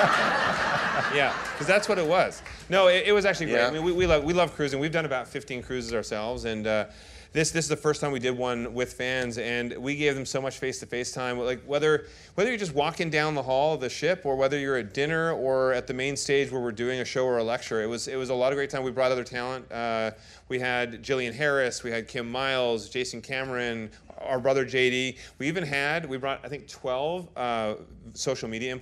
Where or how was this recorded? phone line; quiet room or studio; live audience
live audience